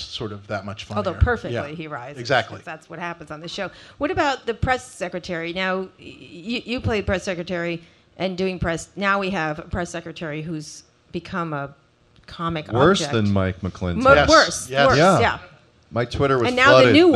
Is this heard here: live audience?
yes